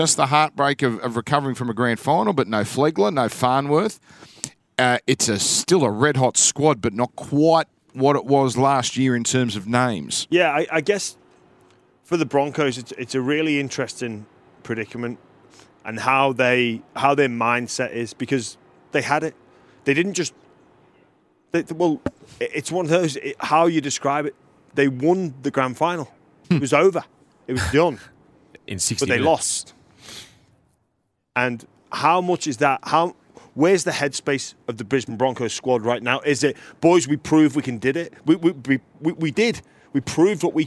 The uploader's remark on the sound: We Are Live From Allegiant Stadium